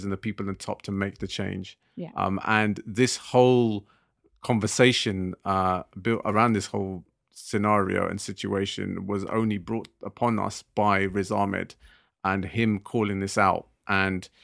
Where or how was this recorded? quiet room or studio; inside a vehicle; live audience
quiet room or studio